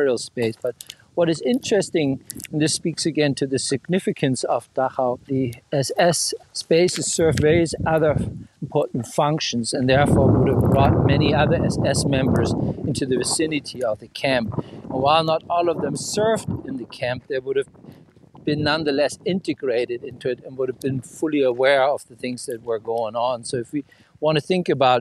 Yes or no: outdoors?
yes